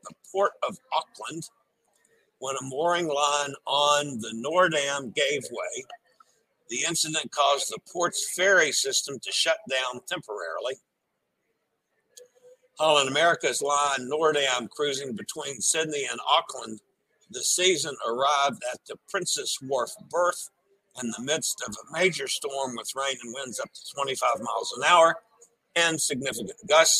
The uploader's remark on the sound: LIVE from the Norwegian Breakaway and the Vloggers Extravaganza